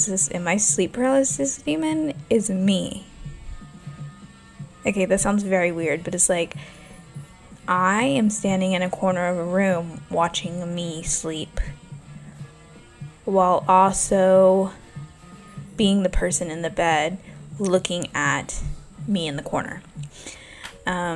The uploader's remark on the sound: I am so sorry about the noise my new neighbors love playing music all hours and my jazz music is trying to block it out